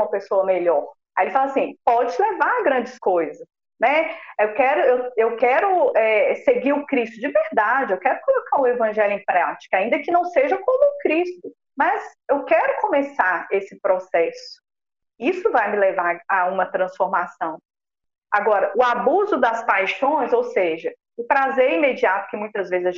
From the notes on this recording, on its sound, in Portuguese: Gravação com problemas técnicos. A gravação sofreu intercorrências, entretanto, por ser possível captar a mensagem transmitida pela palestrante optamos por disponibilizar com as falhas.